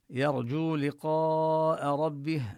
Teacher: الحروف المستفلة المرققة، يرجو، ولفظ الجيم كذلك يعني نلفظه كما ينبغي، الجيم لا يجري معه الصوت من حروف الشدة، يرجو لقاء ربه، نمد الواو مدا طبيعيا ونمد الألف بلقاء